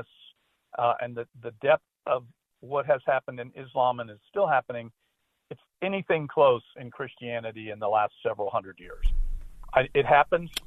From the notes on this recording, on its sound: Open phones lines this hour.